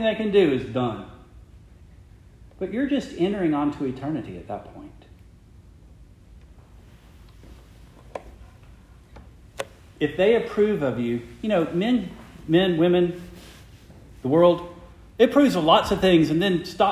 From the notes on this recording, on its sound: Preached the morning of June 25, 2023, to the Heidelberg Presbyterian Church in Heidelberg, Mississippi.